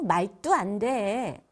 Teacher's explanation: 말도 안 돼 이렇게 세게 된소리를 하는 경우가 많아요. 요걸 좀 삼가하셔야 됩니다.